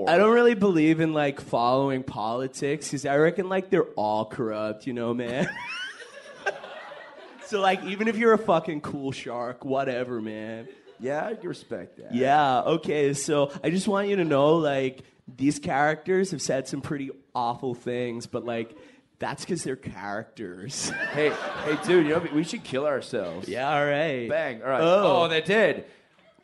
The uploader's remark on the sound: LIVE FROM SOHO THEATRE LONDON